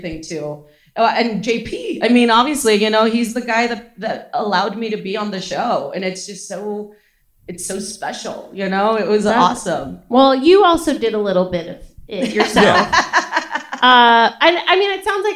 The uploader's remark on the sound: Live from Just For Laughs 2019